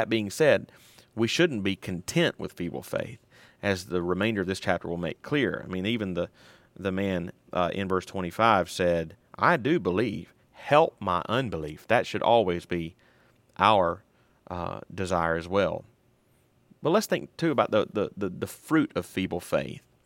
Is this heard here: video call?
no